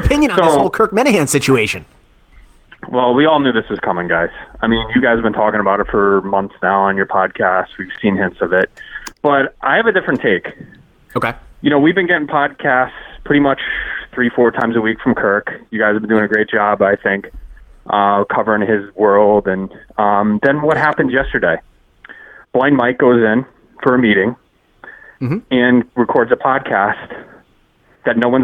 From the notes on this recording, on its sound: take their first live calls on the podcast